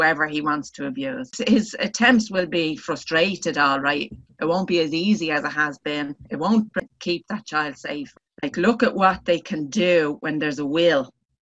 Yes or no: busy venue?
no